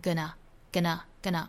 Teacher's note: 两个音节都弱，前面跟后面都是 schwa sound · Term: 弱读